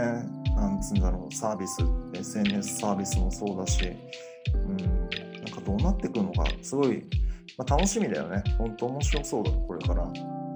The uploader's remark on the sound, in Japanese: 音声に若干の乱れがありますが内容に関しては乱れてません。